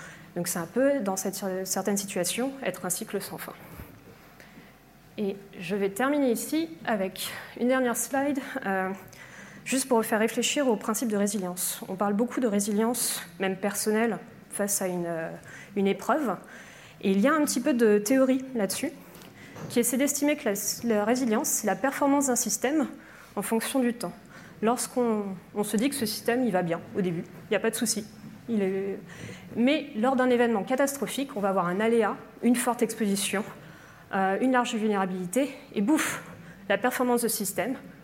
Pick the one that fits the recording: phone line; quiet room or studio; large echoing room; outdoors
large echoing room